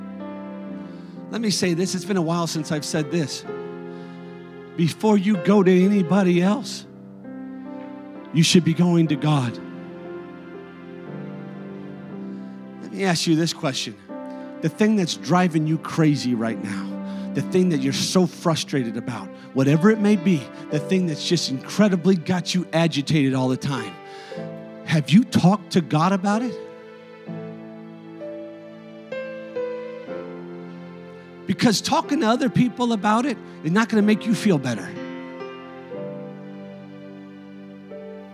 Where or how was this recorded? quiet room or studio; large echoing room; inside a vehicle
large echoing room